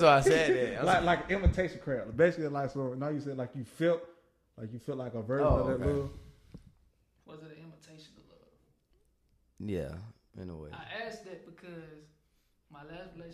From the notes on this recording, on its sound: This EP featured 2 guest stars. Audio people i do apologize in advance you know we get live and loud.